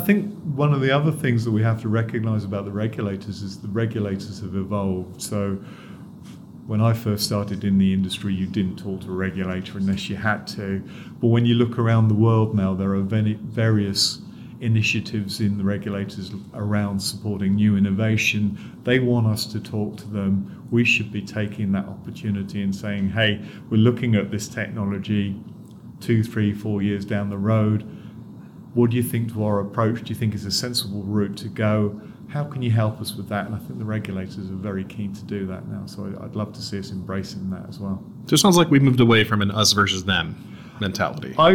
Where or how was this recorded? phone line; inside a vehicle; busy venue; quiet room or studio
busy venue